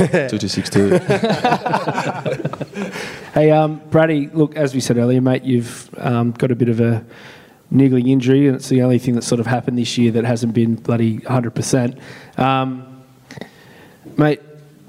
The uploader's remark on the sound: As part of Member Appreciation Round, we held a live podcast with a few of our loyal Members at the Club's Centre of Excellence.